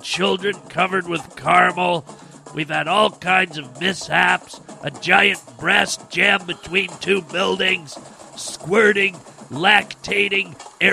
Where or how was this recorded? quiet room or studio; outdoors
outdoors